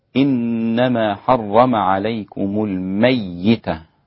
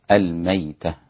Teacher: قرأ الإمام أبو جعفر بالتشديد على الميتة في الياء والباقون بإسكانها